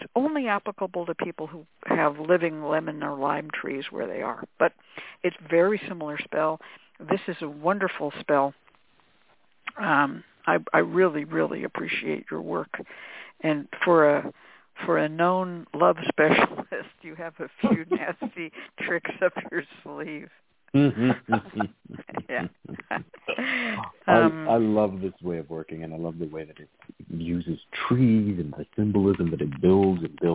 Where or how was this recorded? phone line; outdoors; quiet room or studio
phone line